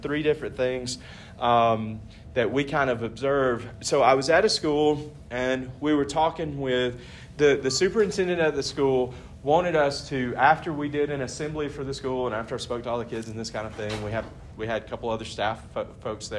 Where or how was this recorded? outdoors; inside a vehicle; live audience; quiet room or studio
live audience